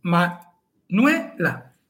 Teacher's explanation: Pero Manuela, es un caso muy curioso, muy interesante, porque son 3 sílabas, pero la segunda es nue, ma, nue, la. Y nue, ue, es diptongo. Así que es fuerte, se lleva el acento.